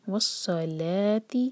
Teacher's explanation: صاد heavy پڑھیں گے لیکن لام کو ہیوی نہ ہونے دیں. لام لائٹ لیٹر ہے.